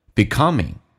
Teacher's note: 后面那个后鼻音可以发成前鼻音